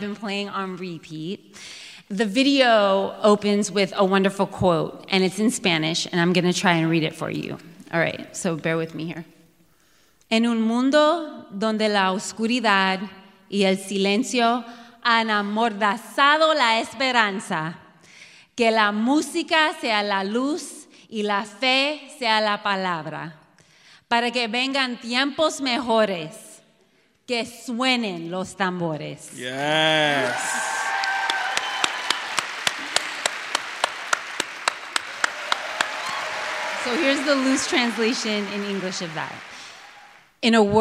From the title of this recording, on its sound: Live From Chicago